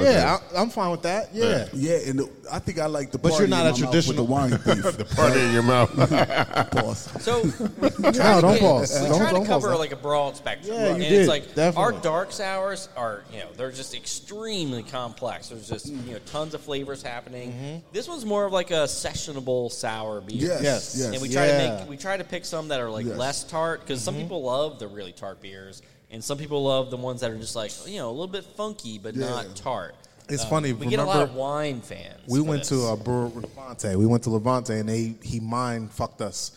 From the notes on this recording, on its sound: Go live from Autumn Arch Beer Project.